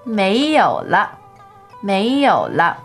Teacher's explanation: second tone, third tone, and 了 is neutral